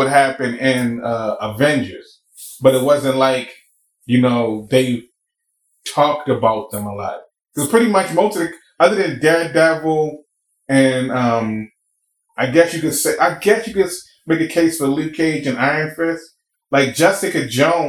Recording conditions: poor sound quality